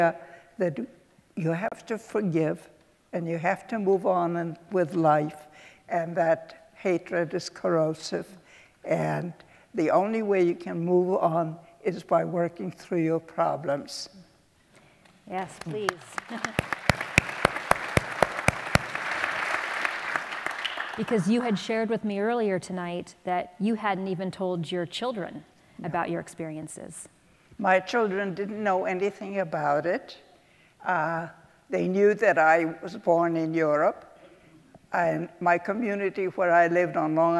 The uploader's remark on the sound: In this week’s Reagan Forum podcast we go back to our in-person event. This event was part of the programing for our current exhibition, Auschwitz.